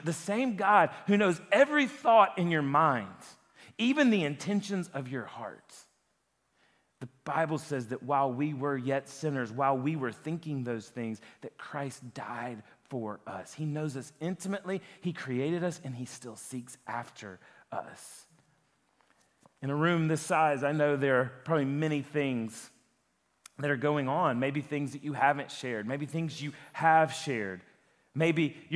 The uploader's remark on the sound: a sermon that he preached at Lifepoint Church